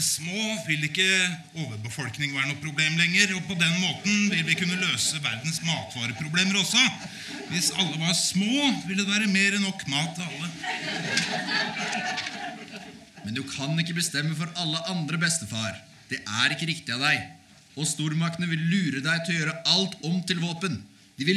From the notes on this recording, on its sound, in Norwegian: Spilt inn under festivalen Sånafest, direkte foran publikum. Produsert av Sånafest.